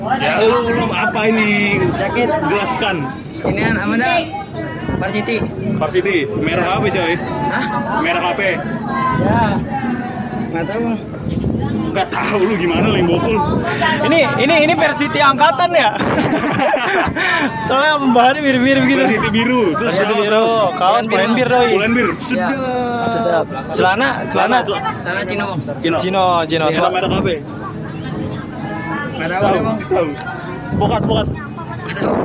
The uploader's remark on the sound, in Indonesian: Pusat lokasi dari kiblat fashion dunia sekarang aka CFW. Live podcast di CFW.